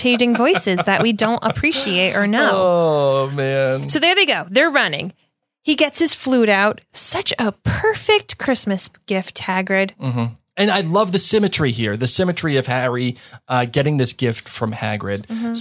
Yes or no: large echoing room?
no